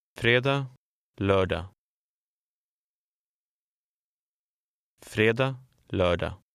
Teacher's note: In Swedish, the letter R is not trilled when it's followed by a D, T, L, or N.